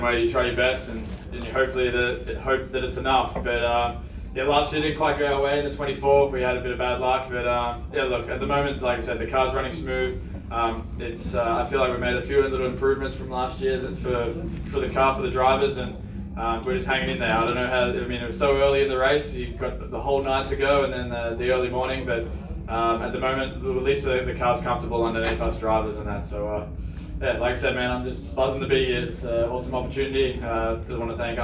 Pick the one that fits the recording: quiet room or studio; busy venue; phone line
busy venue